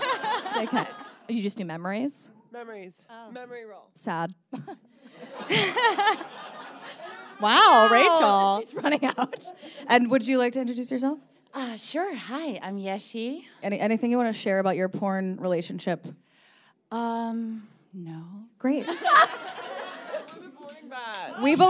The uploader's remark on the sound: Performed a live show at Caveat in New York City.